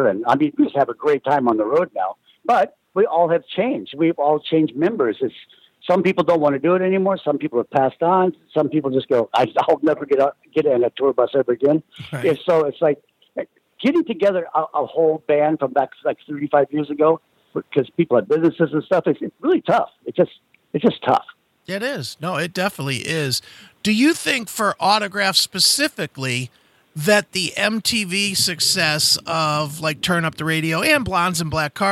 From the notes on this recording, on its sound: called in to talk